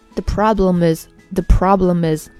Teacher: noteven。当然你读成 not even 也是正确的。第二个需要连读的地方呢，就是 problem 和 is 之间，这之间有一个连读，连读之后读成 problemis，problemis。就是把 problem 里面的，嗯，这个闭口音和后面的 is 里面的 a 拼起来。Problem is, problem is 拼起来就意味着仿佛它是一个单词一样，仿佛它是一个单词里面的不同的音节。不要把它分开，不要把它看成两个单词，中间不要有任何的停顿